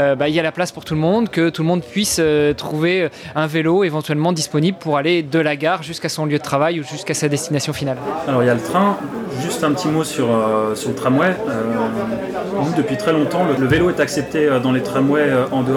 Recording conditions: busy venue